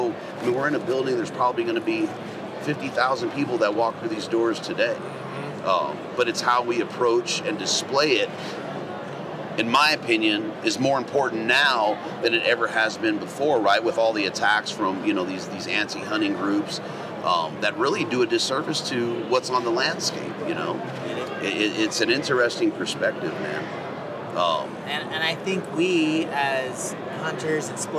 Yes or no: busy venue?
yes